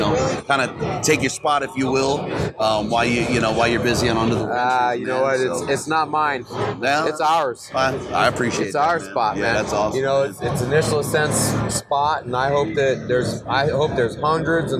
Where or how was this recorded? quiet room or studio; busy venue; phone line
busy venue